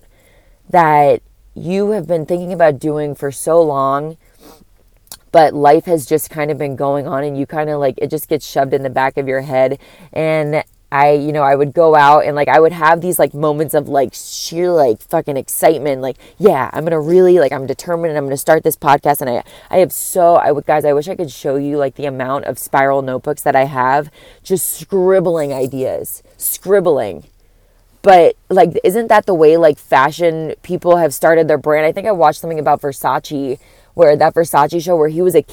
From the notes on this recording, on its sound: I’m sitting outside my work in my car recording it